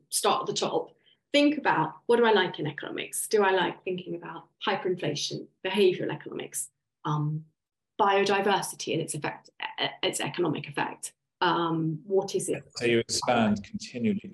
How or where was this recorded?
video call